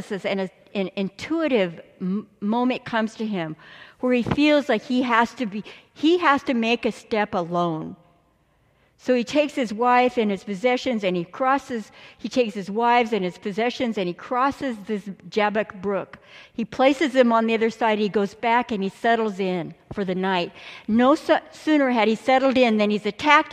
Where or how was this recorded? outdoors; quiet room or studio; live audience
live audience